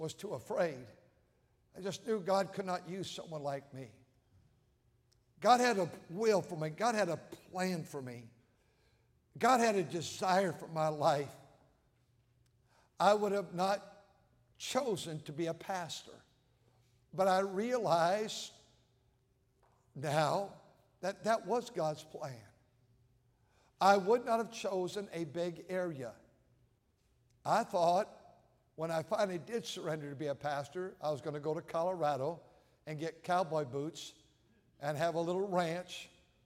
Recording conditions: large echoing room